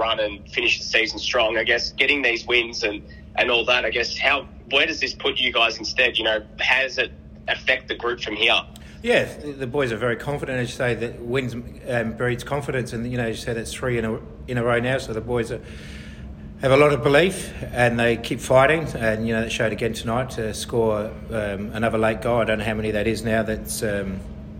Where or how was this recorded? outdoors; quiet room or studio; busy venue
busy venue